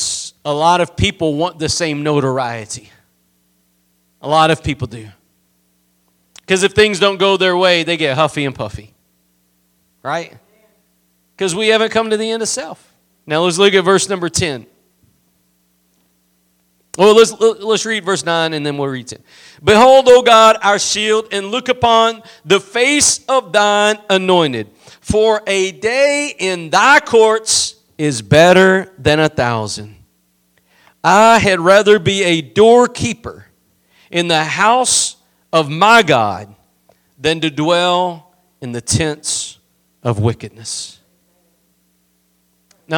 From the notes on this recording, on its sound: Preached at Gospel Lighthouse in Bossier City, La.